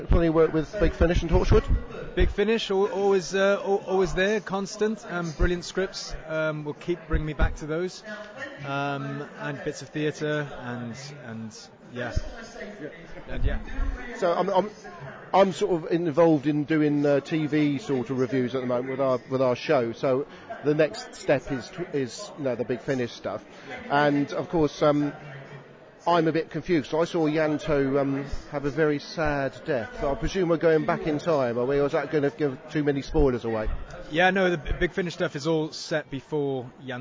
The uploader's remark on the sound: Conduct interviews at Fan TC Con. Apologies for the audio quality. It is not easy in a non-studio environment.